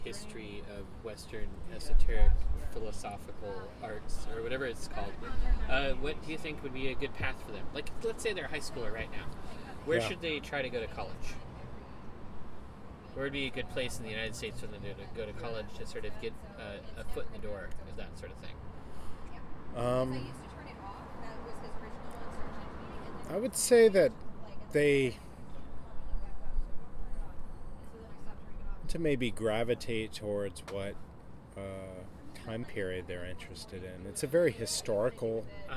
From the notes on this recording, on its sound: We recorded this outside at the Bird + Bear in Southeast Portland.